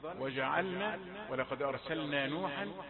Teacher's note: نذكر بالإظهار وبيان سكون اللام في مثل أرسلنا وجعلنا